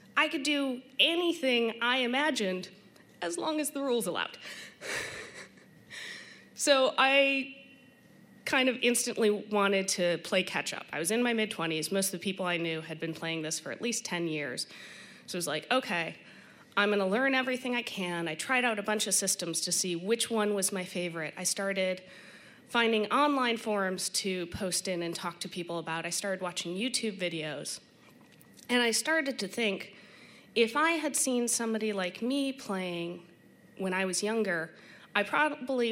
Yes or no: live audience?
yes